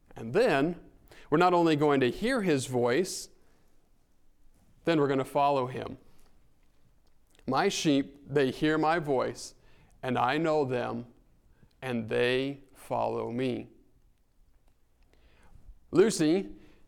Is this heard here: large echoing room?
yes